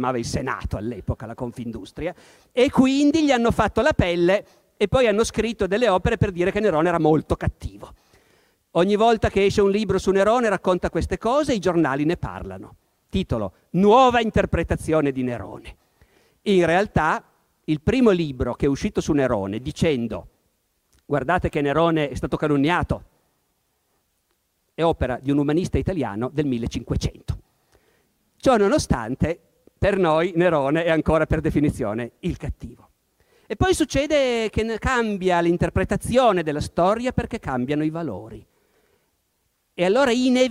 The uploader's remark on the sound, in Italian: Incontro organizzato dal Festival della Comunicazione di Camogli, 2018.